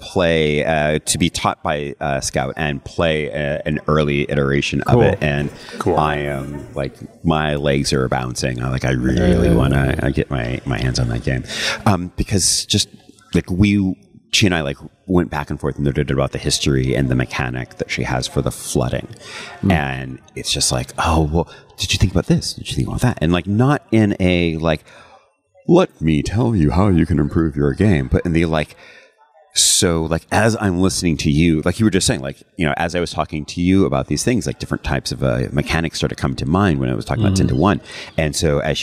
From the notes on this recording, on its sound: The second of two Designer Deep Dives we recorded on the ground at GEN CON in August.